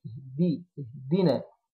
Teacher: بنجيب حرف الدال ما نجيبش معاه هوا، ما هنقول اهدينا، لا اهدينا، دي اهدي اهدينا.